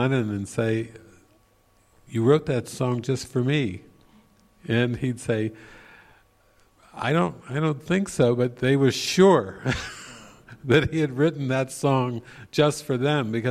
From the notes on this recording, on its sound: This session was recorded during the Into the Kingdom retreat in the evening of October 8, 2019, at the Castle De Berckt in Holland.